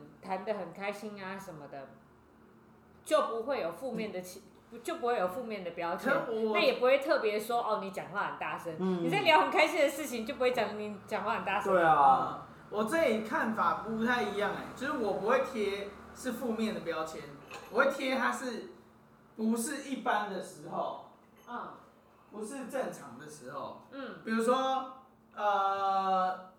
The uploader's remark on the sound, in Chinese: 錄音地點｜ 藍色咖啡館 108台北市萬華區大理街131號